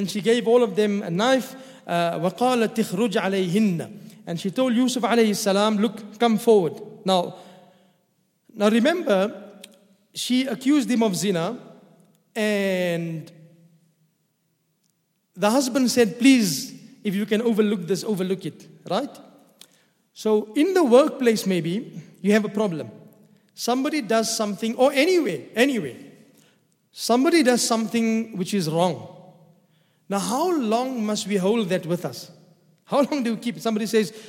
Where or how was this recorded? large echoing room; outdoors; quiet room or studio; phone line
large echoing room